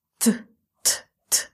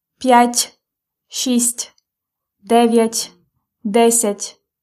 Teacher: Pay attention – These numbers п'ять, шість, as well as дев'ять, десять, nine, ten, have this ending t. This is soft t, t, t. So soft t. So your lips go smiling at the end.